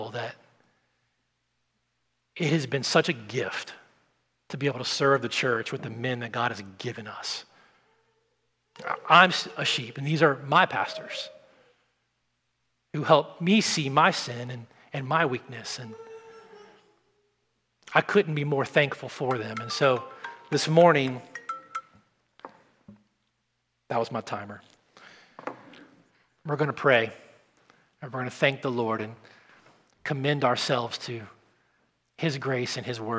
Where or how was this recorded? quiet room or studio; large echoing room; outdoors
large echoing room